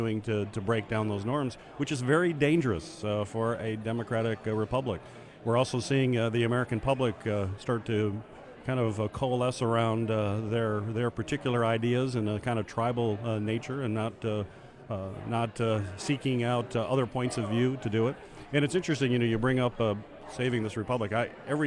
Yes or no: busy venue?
yes